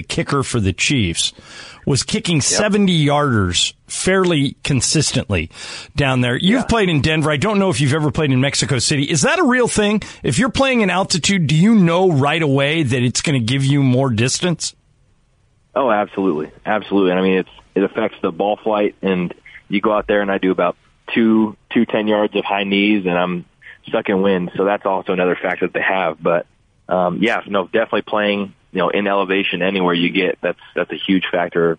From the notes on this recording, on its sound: called in to talk